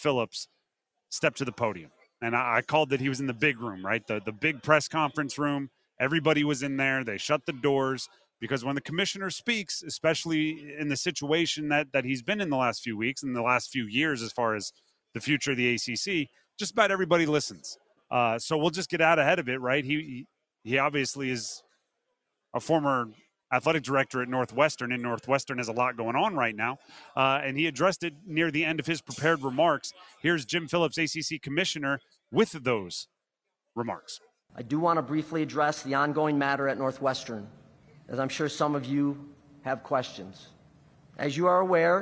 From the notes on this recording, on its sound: live in Charlotte for day one of the 2023 ACC Football Kickoff